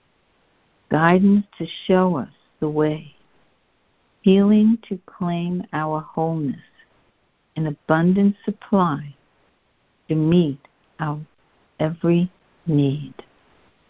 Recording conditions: phone line